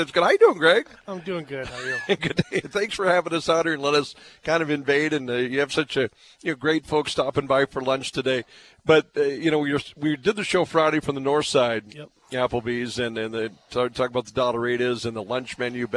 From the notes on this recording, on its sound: live from Applebee's on 13th Ave South in Fargo